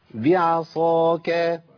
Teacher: انا عندي الباء مرققه وايه العين مرققه والصاد مفخمه، ما ينفعش اقول بعساك ما تنفعش، ولا اقول بعصاك ما تنفعش برضو، دي مش مقبوله ايضا.